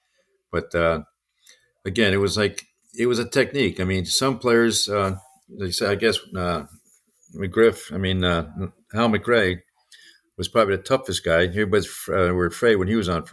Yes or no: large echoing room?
no